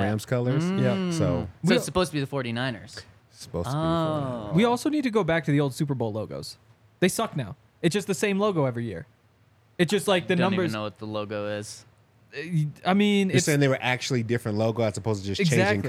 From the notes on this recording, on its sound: coming to you LIVE from the DNVR Bar